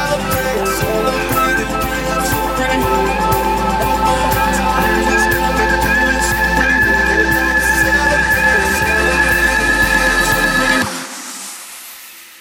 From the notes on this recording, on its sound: Live Set From Seen Beach Club Tenerife